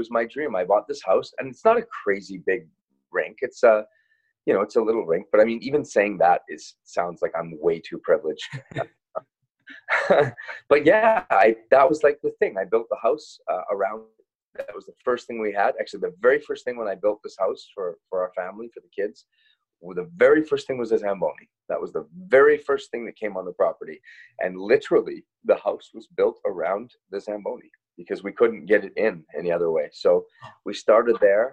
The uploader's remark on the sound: joins the Zoom version of the podcast